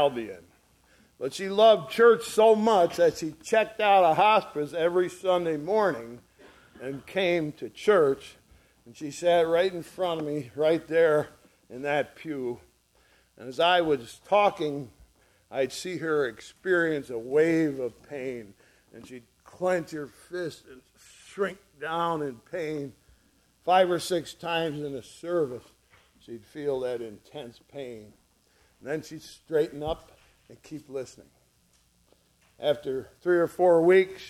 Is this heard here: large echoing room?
yes